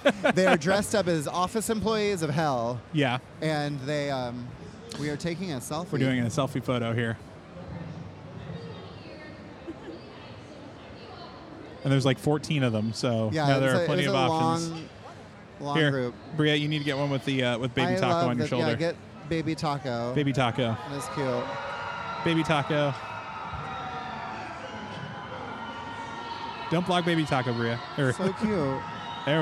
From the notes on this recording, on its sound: LIVE! from C2E2. I was asked to help man the Harold Ramis Film School booth at C2E2 and I decided to do a live recording of the podcast there.